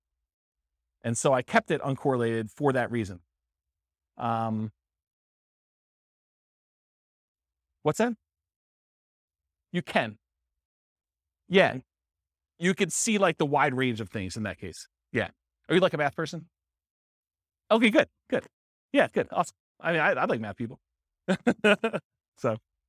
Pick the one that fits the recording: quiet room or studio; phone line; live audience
live audience